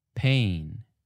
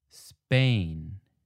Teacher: when you say an aspirated P, like in pain, The puff of air from your mouth will move the paper, but the unaspirated P, like in Spain, did not really have that same burst of air. So the paper should be pretty still.